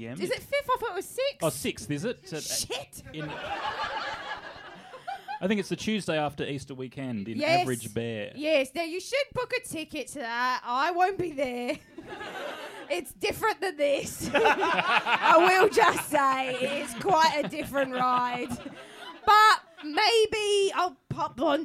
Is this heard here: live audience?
yes